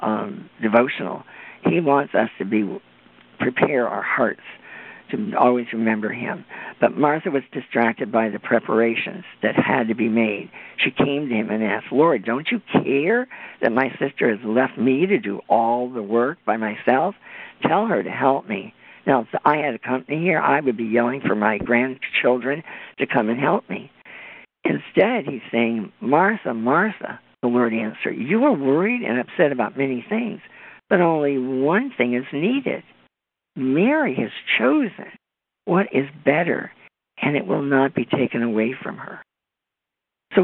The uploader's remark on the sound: On this Conference Call. Answering questions that were submitted this past weekend from standers around the world.